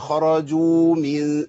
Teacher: احنا بنحذر من اسقاط حرف الواو. ما اقولش خرجوا من، هي خرجوا من. · Term: حروف المد